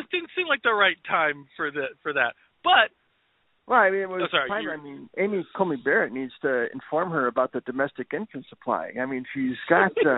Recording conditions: phone line